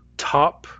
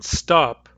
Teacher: in the word top, there's a heavily aspirated T, and in stop, there's an unaspirated T. But native speakers of English hear them as the same sound.